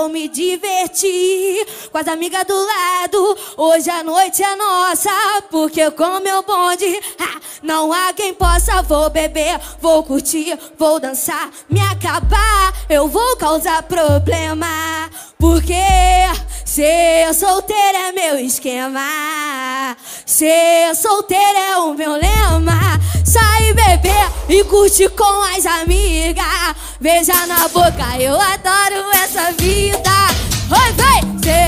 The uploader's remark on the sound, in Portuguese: Lançando Varias Musicas Ao Vivo Na Roda De Funk Especial